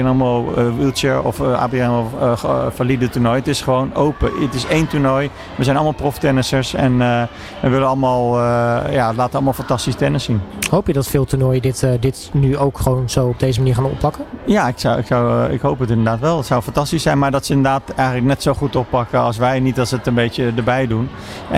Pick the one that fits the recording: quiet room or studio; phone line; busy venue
busy venue